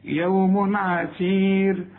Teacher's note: العين من حروف الإظهار ما تغنش